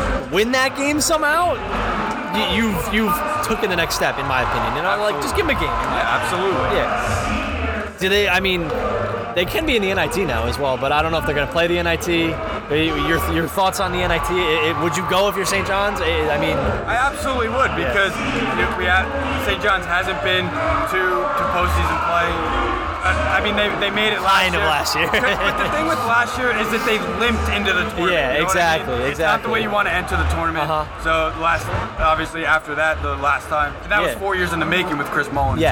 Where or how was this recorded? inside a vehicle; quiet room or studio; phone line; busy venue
busy venue